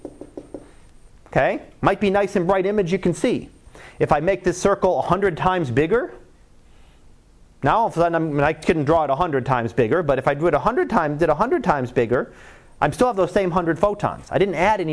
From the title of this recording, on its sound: Live Class Lecture